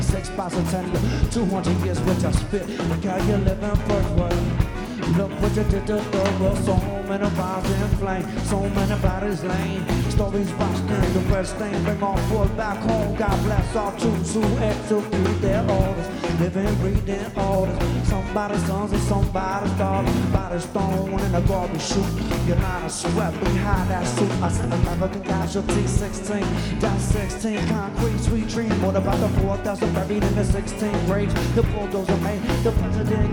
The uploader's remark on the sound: Live at Nashville Sunday Night. By Lightning100.